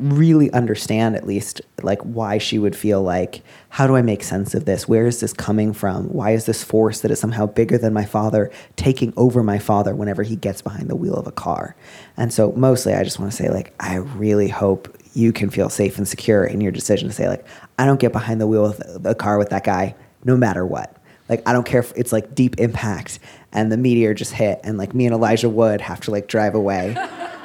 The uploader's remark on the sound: This week finds Dear Prudence live on stage at The Museum of Pop Culture in Seattle, Washington. As well as questions from the audience!